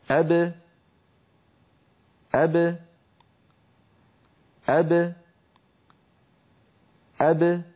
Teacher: الصوت يخرج بتباعد الشفتين وأن الفكان لا يبتعدان عن بعضهما عند تباعد الشفتين · Term: باء ساكنة مقلقلة